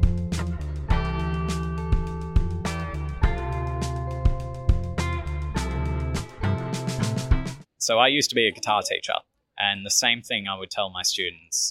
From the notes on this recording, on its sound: Interview recorded on April 20, 2022 (Bourke Street Mall, Melbourne Central Business District)